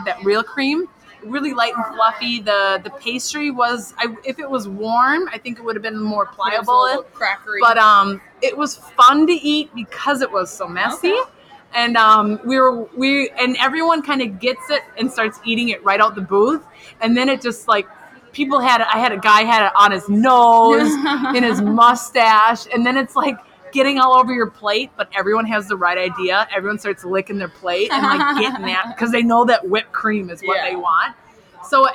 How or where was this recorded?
busy venue